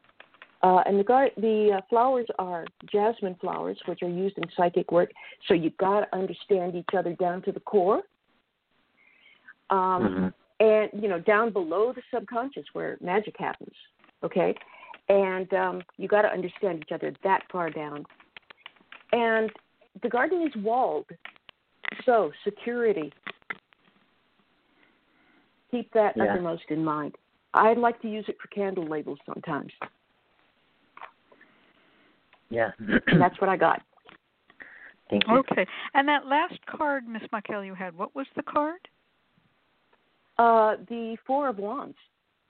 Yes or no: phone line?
yes